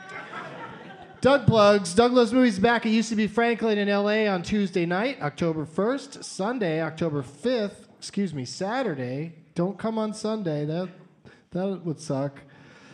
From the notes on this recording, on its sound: Live from the Comedy Zone in Charlotte.